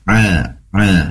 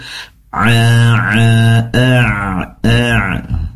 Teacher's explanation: pastikan berasal atau dikeluarkannya dari tenggorokan bagian tengah, karena memang tempat keluarnya huruf Ain dari tenggorokan bagian tengah